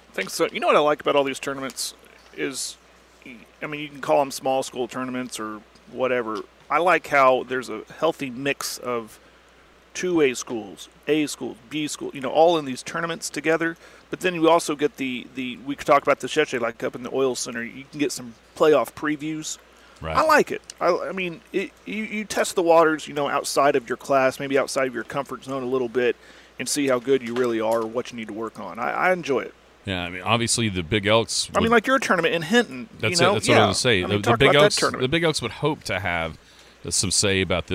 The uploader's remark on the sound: live at the Merritt Classic.